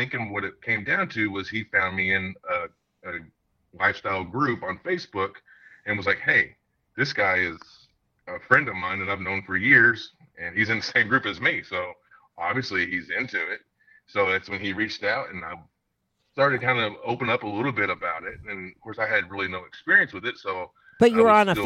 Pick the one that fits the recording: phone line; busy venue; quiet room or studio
phone line